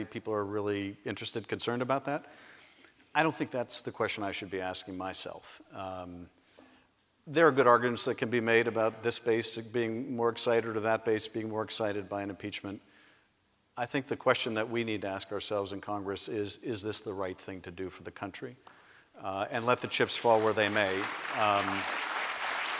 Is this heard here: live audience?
yes